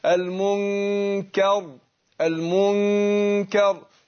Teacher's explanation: يبقى اقول المن دي غنة اهي ومقدارها حركتين